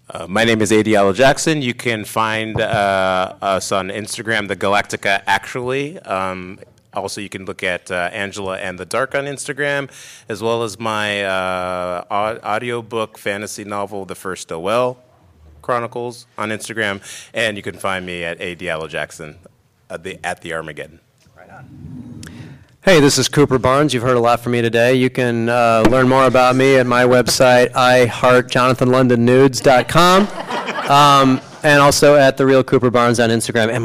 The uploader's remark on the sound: Geekscape Live at LA Comic Con 2023! In this special LIVE episode of Geekscape, we recap the fun, the sightings, the purchases, and MORE from LA Comic Con 2023!